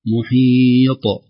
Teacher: القلقلة في الطاء نخلصها من الهمس